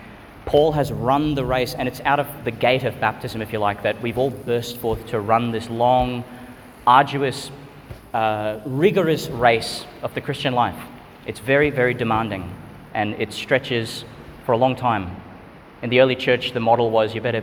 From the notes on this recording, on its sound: delivered at Sacred Heart Church, Yeppoon, Qld.